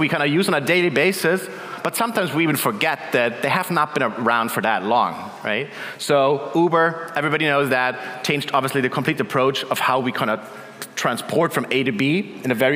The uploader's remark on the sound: In this keynote at our CoCoCoCo Main Stage, powered by Duetto